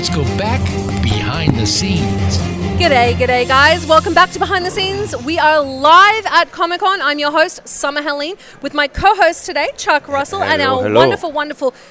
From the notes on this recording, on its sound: LIVE From Phoenix Comicon 2017.